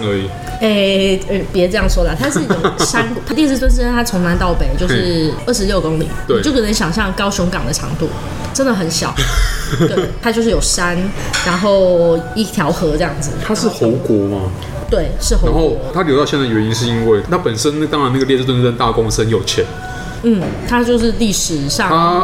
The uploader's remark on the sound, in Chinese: 本集白噪音指數：蚊風級 1/5。錄音地點： Leisure Cafe。